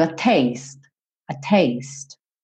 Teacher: Termina no som do T. E esse T pode até ser bem reduzido.